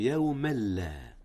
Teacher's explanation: وهو إدغام بدون غنة، حيث أدغم التنوين في اللام، واللام ليس من حروف الغنة